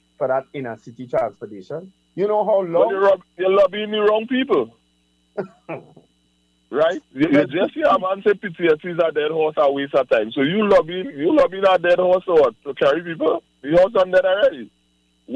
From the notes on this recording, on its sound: ON PHONE